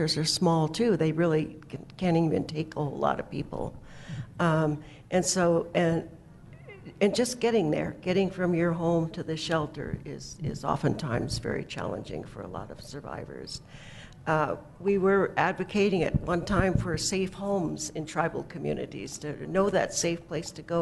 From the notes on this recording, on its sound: Broadcasting live from the Women Are Sacred conference. Broadcasting live from the Women Are Sacred conference.